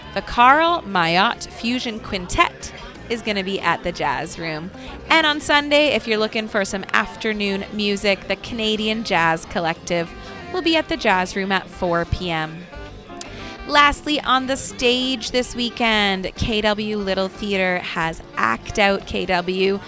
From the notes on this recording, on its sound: Broadcast live from Grand Trunk Saloon in Downtown Kitchener.